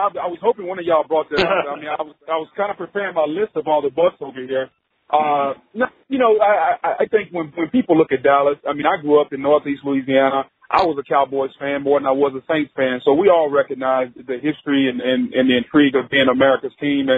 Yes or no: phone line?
yes